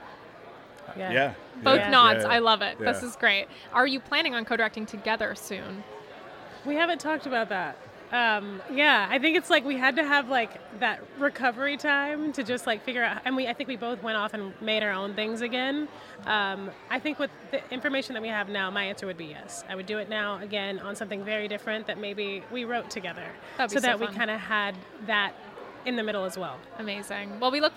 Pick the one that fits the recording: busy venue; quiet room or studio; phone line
busy venue